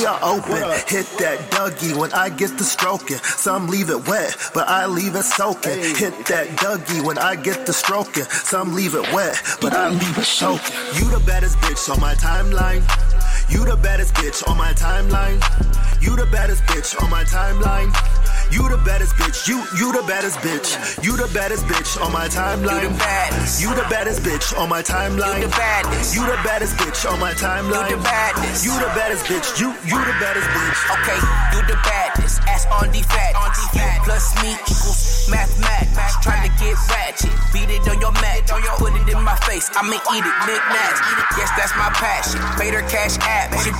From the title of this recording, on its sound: Beyond FM Live from Pop's